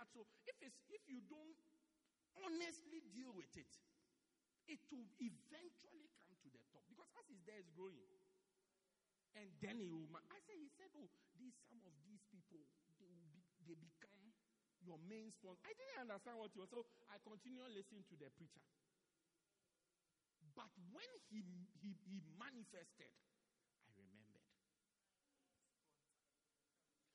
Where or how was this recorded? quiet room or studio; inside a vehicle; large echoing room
large echoing room